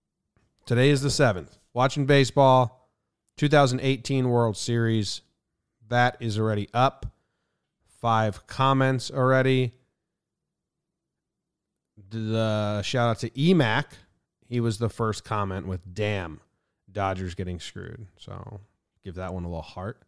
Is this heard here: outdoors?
no